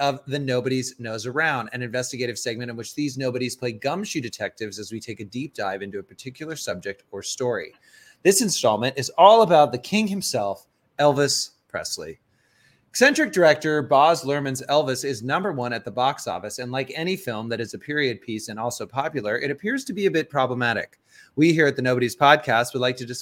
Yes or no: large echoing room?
no